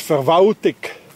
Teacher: In Bern, that's being pronounced as Verwaltung. Anybody hears an L? No, it disappeared.